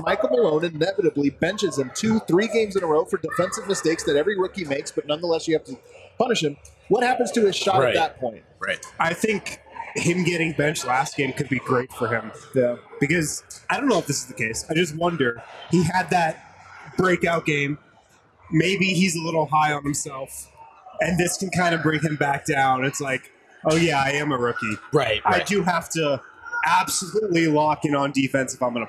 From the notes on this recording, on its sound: Live from the Basketball Social House in Denver.